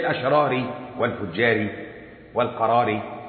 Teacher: الأشراري والفجاري والقراري وصلا ترقاها وقفا تفخمها · Term: ترقيقها